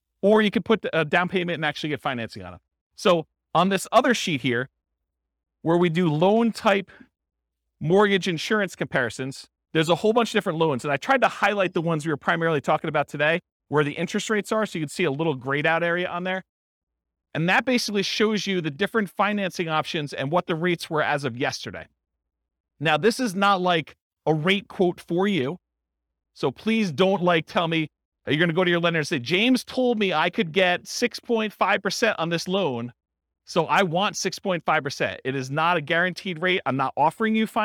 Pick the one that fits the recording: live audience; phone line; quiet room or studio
live audience